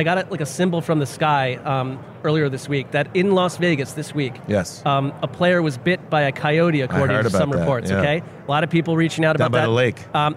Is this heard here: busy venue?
yes